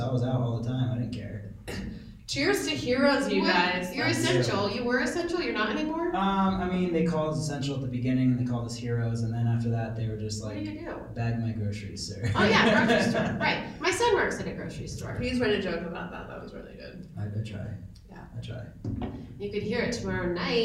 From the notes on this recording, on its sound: live from The Chief Bicycle and Comedy Festival in Trinidad, CO!